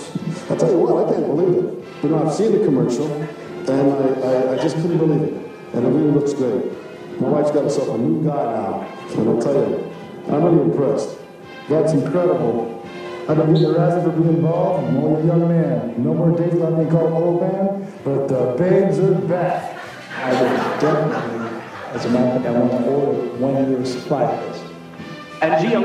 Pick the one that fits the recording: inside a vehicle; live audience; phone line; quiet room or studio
live audience